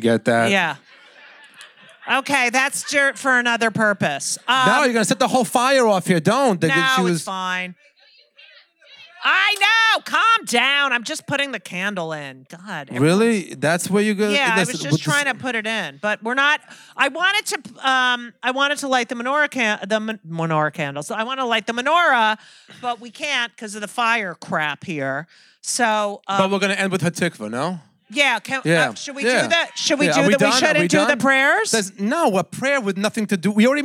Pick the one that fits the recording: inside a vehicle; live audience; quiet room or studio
live audience